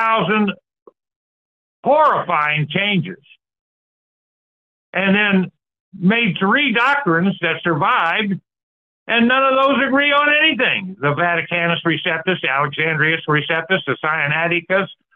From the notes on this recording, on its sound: Call In Bible Study